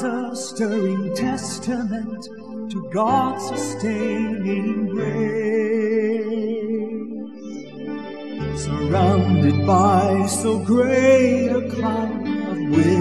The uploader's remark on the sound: Sermon preached at CBC Shiashie Campus